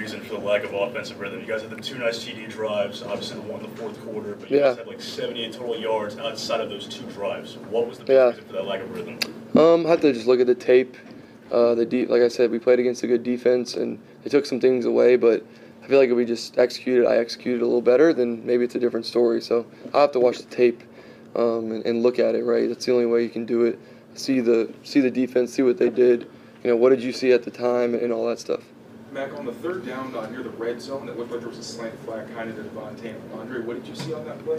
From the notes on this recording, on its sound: addresses the media during his postgame press conference on Sunday, October 29, 2023